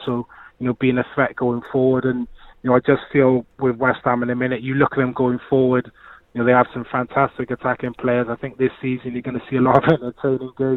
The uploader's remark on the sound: They were also joined on the phones